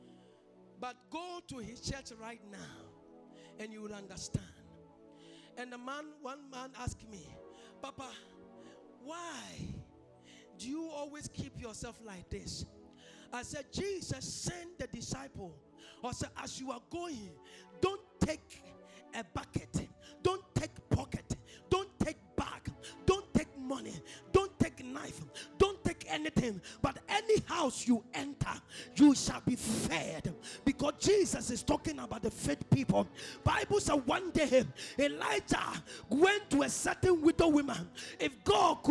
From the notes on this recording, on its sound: This is a Sunday service Recorded live from the VOG premise at Blue Lagoon, Sakaman.